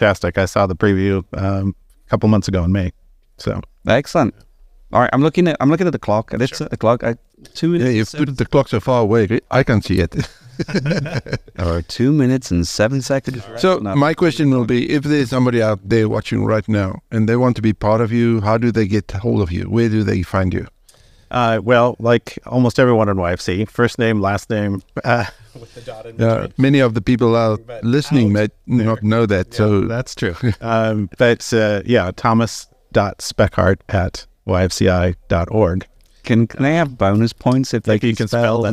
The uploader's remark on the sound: Streamed live from General Assembly 2023